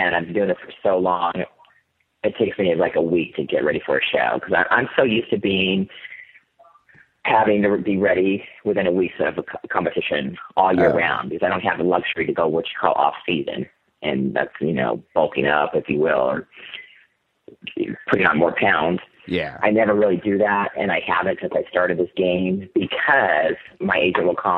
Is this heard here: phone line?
yes